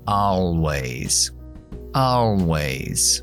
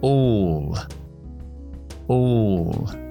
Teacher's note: La L es la L oscura que va justo después de la vocal. La L oscura significa que tenemos que elevar más la lengua y adelantarla más. No es la la la con la punta tocando, sino la la la con muchas más partes de la lengua tocando para paladar de arriba.